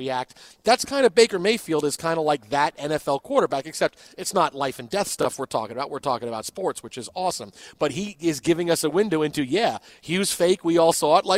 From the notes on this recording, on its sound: The guys broadcast live from the Westin Bonaventure in Los Angeles.